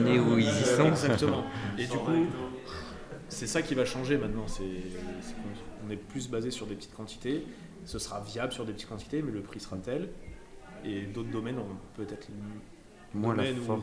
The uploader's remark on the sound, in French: Lors de la 2ème édition du Festival « le Vin est une fête » organisé par JAJA, RadioVino a organisé 2 tables rondes dans les locaux d’Instead avec les domaines présents.